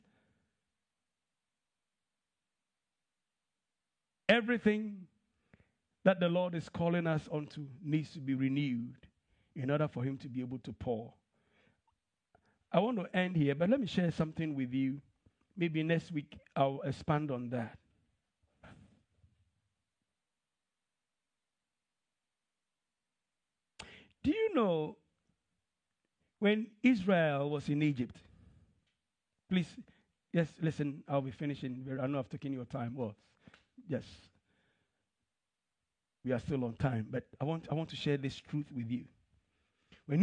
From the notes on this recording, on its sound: This podcast is a live recording of a Sunday Service